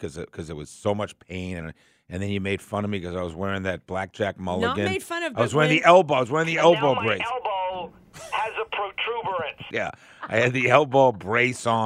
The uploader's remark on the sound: Have listeners call in and let them know how they are feeling.